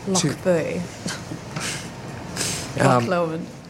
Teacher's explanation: So this is what's called a velar, and it's where the back of the tongue is pushed up against the soft palate, like in the English k or g, and Scottish ch, as in loch